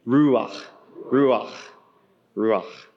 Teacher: a fun, breathy word, ruach, with a ch in the back of your mouth